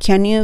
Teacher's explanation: about it?Can you do something about it?はい。Can you do? Can you?ここのとこ can っていう n になって歯の裏につくので、そのまま new になりますよね